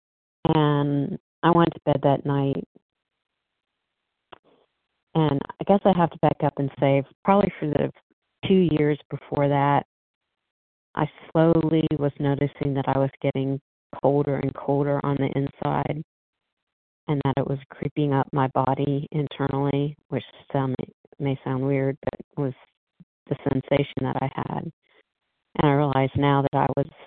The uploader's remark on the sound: 100 Pounders Phone Meeting